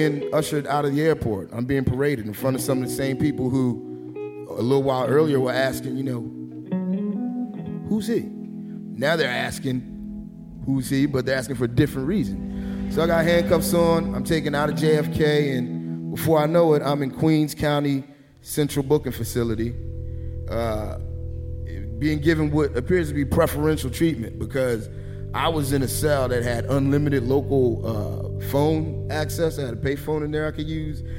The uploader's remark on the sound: at the Brooklyn Academy of Music for Snap Judgment LIVE